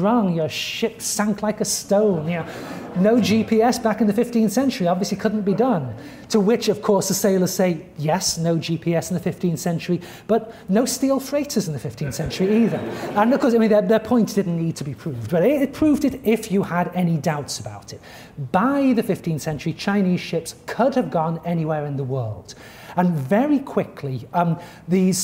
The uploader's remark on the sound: At the Oriental Institute. This audio recording was originally presented as an illustrated lecture.